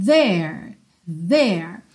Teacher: Nesse caso aqui, atenção, esse TH do there é ele não é aquele como a gente tem em think, que escapa só ar. Ele tem vocalização, ok? A gente ativa pregas vocais ou cordas vocais quando a gente emite esse som